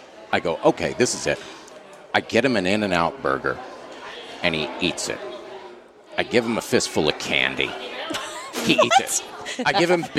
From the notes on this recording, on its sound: Live from Sizzler! LIVE from The Sizzler in Eagle Rock, CA.